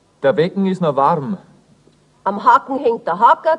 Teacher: Was vor dem Gebirge ein kehlig gesprochenes CK ist, das kann im übrigen Land ein aufgedoppeltes G sein.